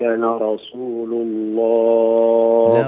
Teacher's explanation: ما زالت اللام مفخمة والسين مفخمة